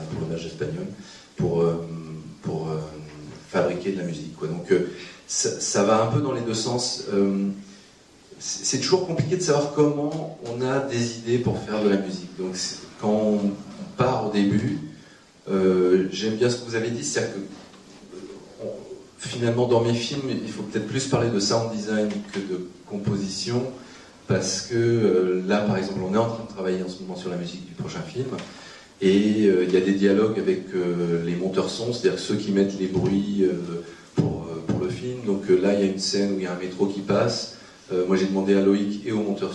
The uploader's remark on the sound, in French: Au Kosmos. S'est tenue en public au cinéma Le Kosmos le 14 avril 2013.